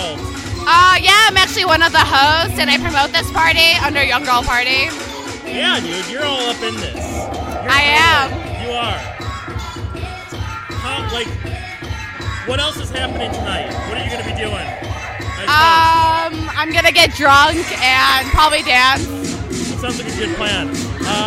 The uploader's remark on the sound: Recorded at the NOIZE R!OT kick-off event.